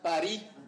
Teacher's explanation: le R roulé qui est coronal, apical